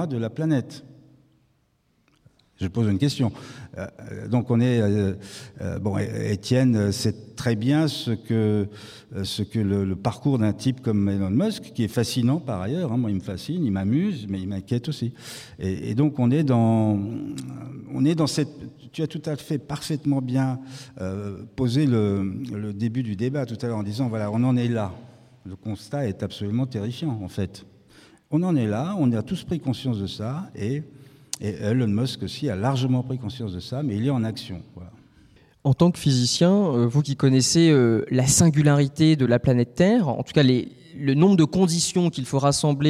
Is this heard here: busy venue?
yes